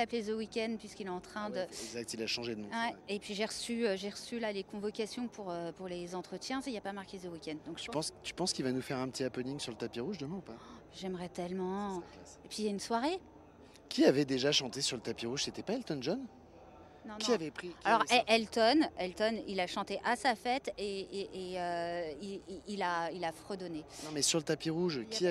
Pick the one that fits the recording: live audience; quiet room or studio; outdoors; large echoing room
outdoors